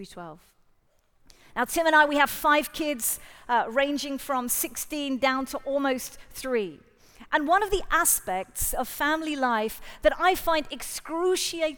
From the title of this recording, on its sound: Live at The Orchard Conference 2023